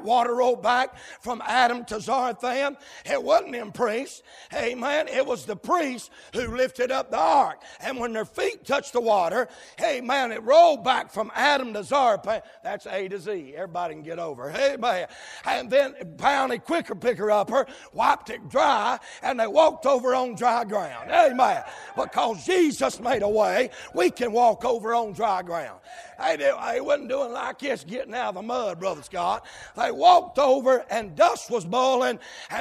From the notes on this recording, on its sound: live, from Landrum Independent Baptist Church.